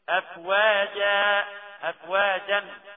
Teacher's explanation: لو وصلنا ما نمدش بس لو وقفنا نمد مد العوض حركتين